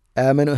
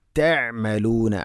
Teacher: ആമനു ഹംസ തൊണ്ടയുടെ താഴെ ഭാഗമാണ്, ഐന് തൊണ്ടയുടെ മധ്യഭാഗം. അത് മഹ്റജ് കൃത്യമായിട്ട് ഉച്ച അഥവാ ആ ഒരു ശബ്ദം കൃത്യമാക്കുവാൻ ശ്രദ്ധിക്കണം.